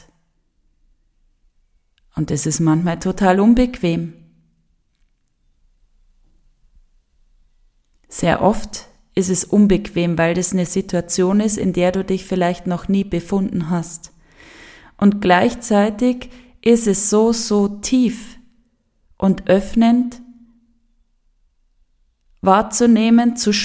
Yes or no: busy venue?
no